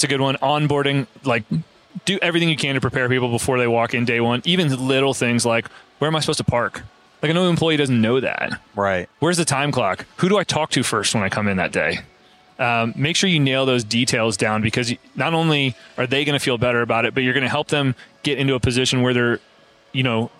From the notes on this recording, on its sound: The final episode at Synkd LIVE 2023